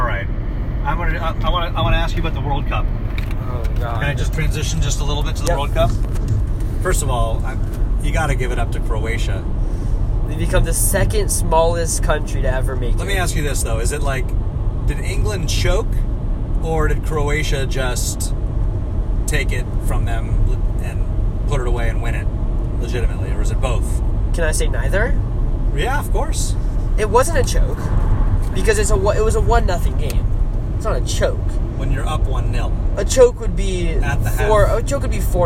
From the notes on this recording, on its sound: Live From the Car. On the four hour drive from Oakland to Visalia.